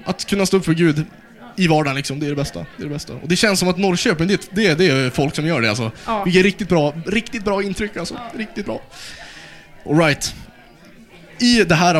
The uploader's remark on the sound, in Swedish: Dagens poddavsnitt är hämtat live från Ny Generations turnerande event Äkta. Livepoddsoffa.